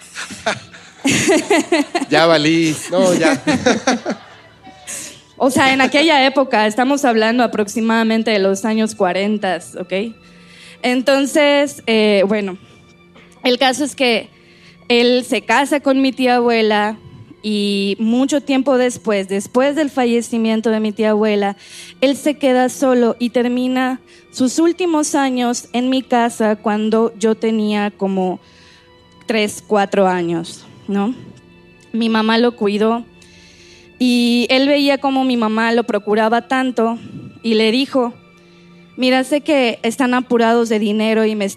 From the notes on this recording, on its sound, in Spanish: nuestro primer evento en vivo en Spotify